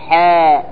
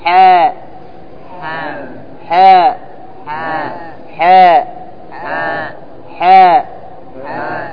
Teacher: معناه أن هذا الحاء مرقق وليس مفخم، فتقول حاء ولا تقول حاء، حاء تفخيم لأنك تغليظ، تغلظ الحرف.